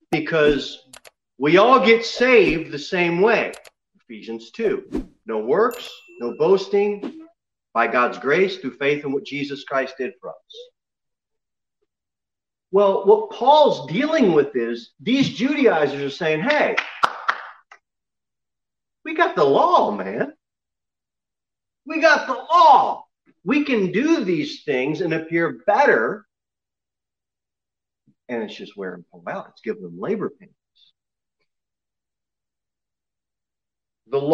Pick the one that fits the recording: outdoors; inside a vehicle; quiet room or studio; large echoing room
large echoing room